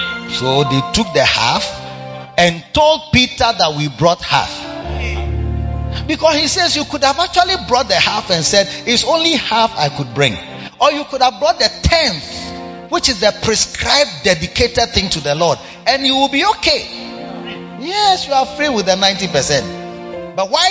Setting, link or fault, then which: setting, live audience